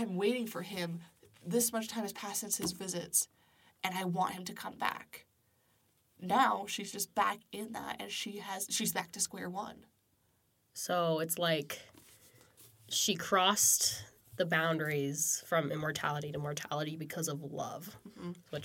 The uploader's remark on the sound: consider this a warning headphone listeners, we get loud in this episode.